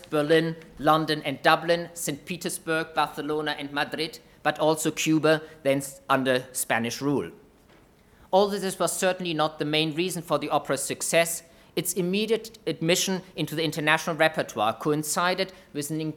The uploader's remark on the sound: UCL History. Inaugural Lecture.